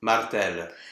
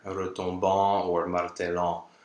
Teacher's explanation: the ENT ending is just a schwa. · Shown in: first take